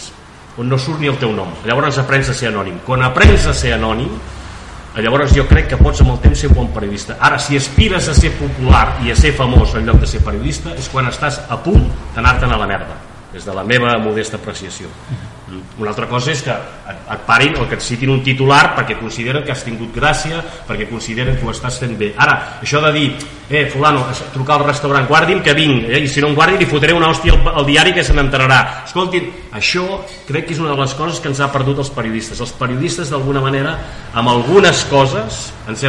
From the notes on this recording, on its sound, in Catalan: enregistrada a la Germandat de Sant Isidre i Santa Llúcia